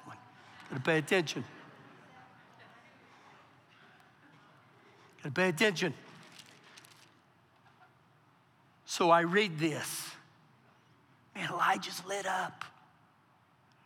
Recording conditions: live audience